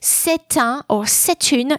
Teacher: after c'est, so c'est un or c'est une, you will hear the liaison. You would also not stop between the article and the noun.